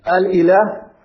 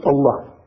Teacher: So Alilah over time becomes, you drop this Hamza and it becomes Allah